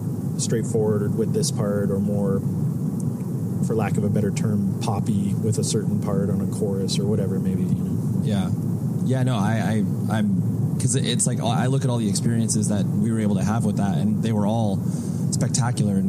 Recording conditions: inside a vehicle